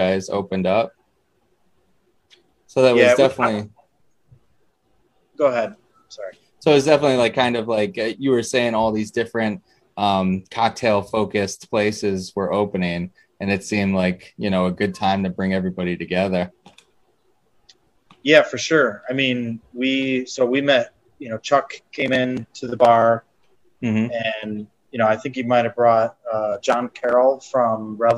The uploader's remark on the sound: Recorded Live on Zoom on June 7, 2021